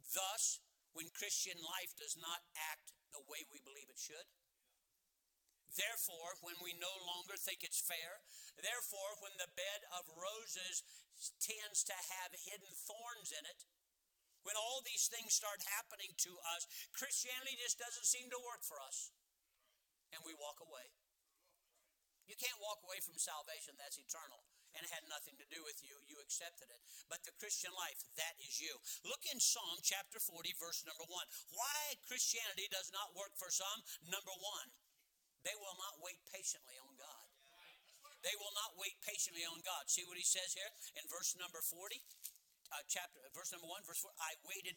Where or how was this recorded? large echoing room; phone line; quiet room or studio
large echoing room